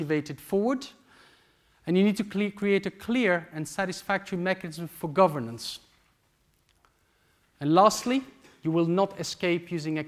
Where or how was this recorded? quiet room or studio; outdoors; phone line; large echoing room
large echoing room